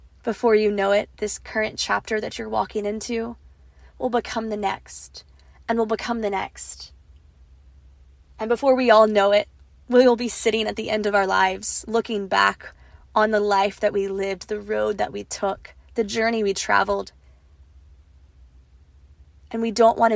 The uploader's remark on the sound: This episode is unedited, raw, and incredibly vulnerable. Recorded on a voice memo on her iPhone, sitting in her car, in the parking lot outside the school.